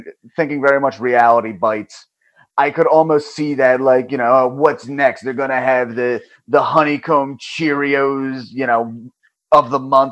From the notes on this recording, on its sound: Had some recording issues with this one, did my best to make the mix listenable.